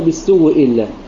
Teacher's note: أبدلا الهمزة إلى الحرف المجاور للهمزة قبلها وهو حرف الواو هنا، فأبدلا الهمزة إلى الواو، ثم أدغم الواو في الواو، إن صارت الواو الأولى ساكنة الثانية متحركة فصار التقاء متماثلين صغير لا بد من الإدغام، أدغمت الواو الأولى في الثانية صارت الكلمة بالسوء إلا.